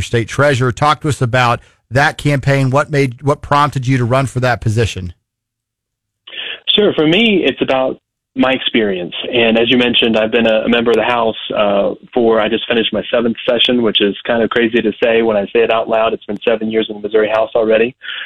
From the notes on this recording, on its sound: calls in from the Newton County Bean Feed